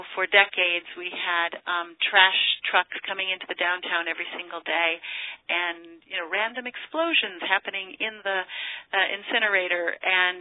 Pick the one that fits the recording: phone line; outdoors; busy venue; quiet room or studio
phone line